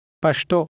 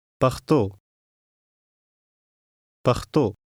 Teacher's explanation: In parts of southern Afghanistan, you may hear this said as Pashto. The southern dialect has a sh sound for many words, whereas the northern dialect, as spoken in Kabul, has a kh sound. In this course, we will use the northern pronunciation.